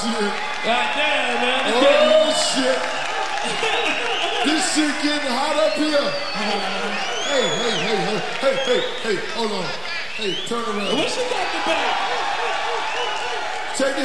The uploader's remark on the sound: the second side of the live in concert tape